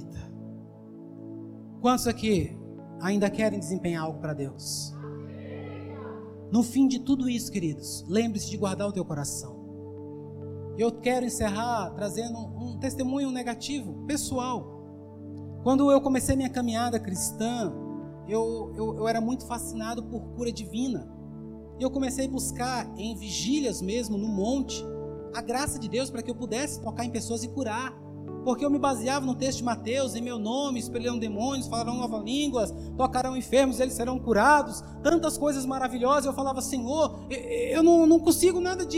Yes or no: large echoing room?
yes